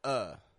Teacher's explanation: If the word of is followed by a word that begins in a consonant sound, then we drop the F off of the ending and we only pronounce uh. · Term: schwa